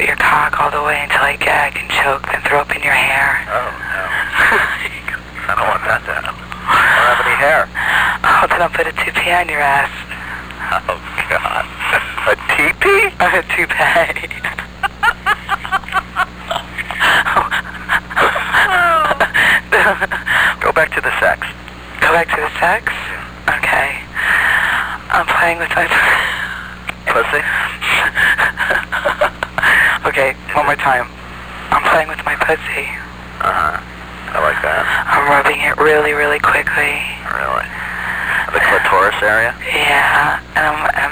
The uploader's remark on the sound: Prank Phone Calls